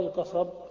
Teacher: شدد الباء عند الوقف · Term: التضعيف